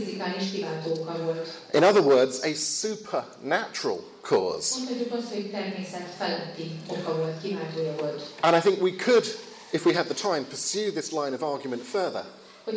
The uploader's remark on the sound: With Hungarian translation. Plenary lecture from the 2016 Hungarian Leadership Forum.